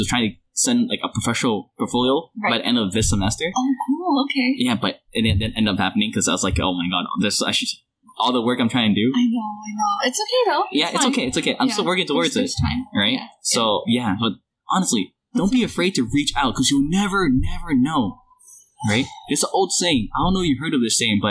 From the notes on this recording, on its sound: Super Sorry about the sound quality, we couldn't get a nice room so we just did it on a table in a study area.